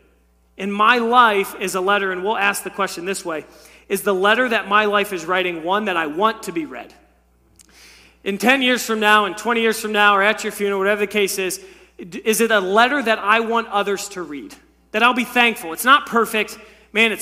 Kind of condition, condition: setting, large echoing room